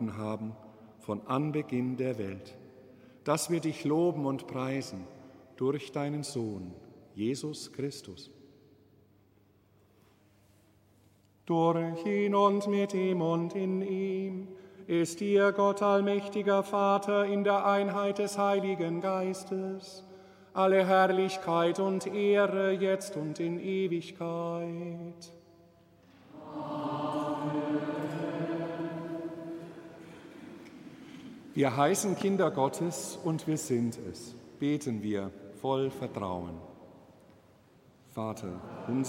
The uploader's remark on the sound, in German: Live-Gottesdienstübertragung aus der Allerheiligenkirche in Nürnberg